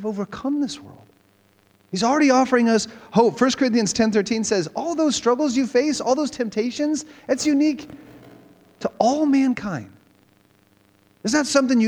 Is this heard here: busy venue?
no